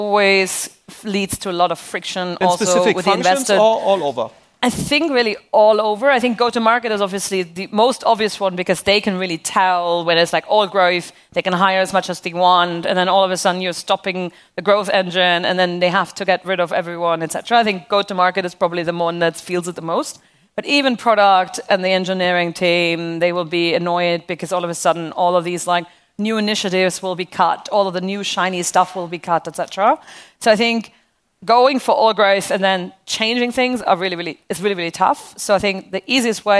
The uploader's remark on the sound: This time no interview, but part of the recording from the ARRtist Summit 2023 VC Panel on efficient growth.